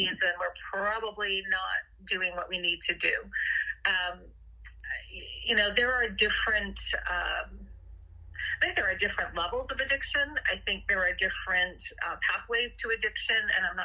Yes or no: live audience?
no